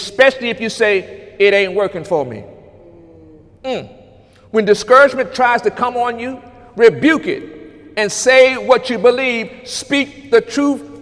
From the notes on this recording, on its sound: During Sunday morning service on August 26, 2018